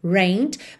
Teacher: escreve rained, mas o E não é pronunciado, tá? Então você vai direto do N para o D.